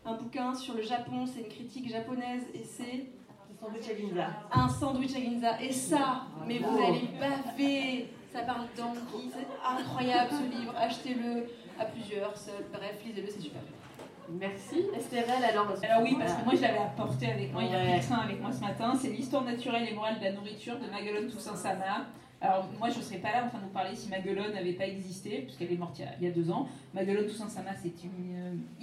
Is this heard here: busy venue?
yes